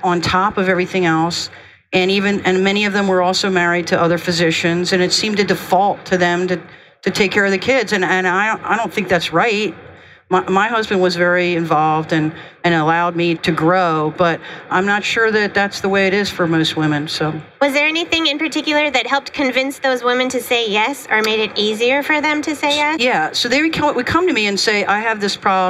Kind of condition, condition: setting, busy venue